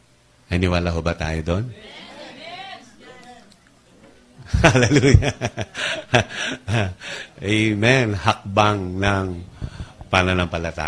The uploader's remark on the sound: Recorded live January 26 2020, 9:00am.